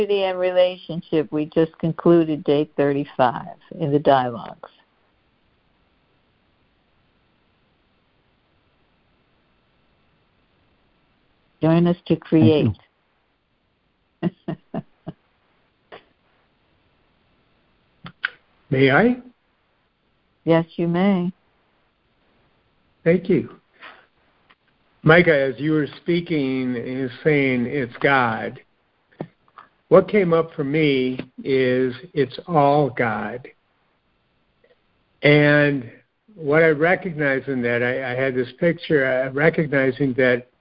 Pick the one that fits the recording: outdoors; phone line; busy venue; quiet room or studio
phone line